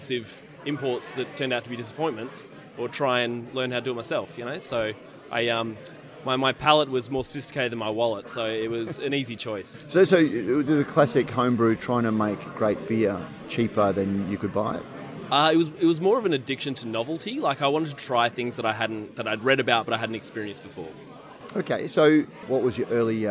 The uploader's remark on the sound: A special edition of Radio Brews News, live from the West Australian Brewers Association Craft Brewers Conference.